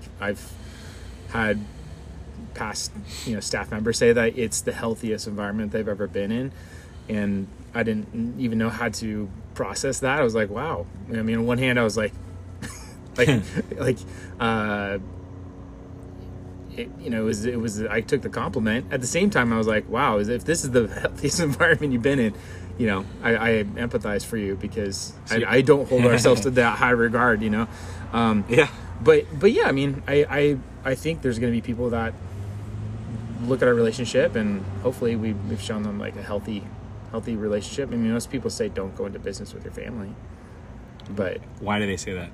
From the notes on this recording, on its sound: imported from my record player, forgive any static and such